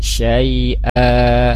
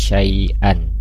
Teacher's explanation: Maaf, dibaca dua harikat syai'a, jadi tidak syai'an. · Shown in: first take